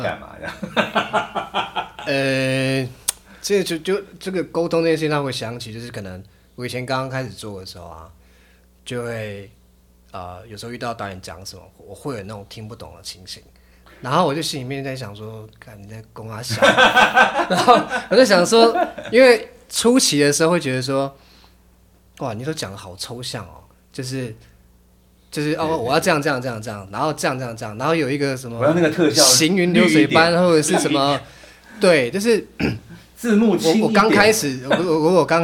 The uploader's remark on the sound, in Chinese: 現場錄音大亂鬥，人窮麥克風少，收音品質差強人意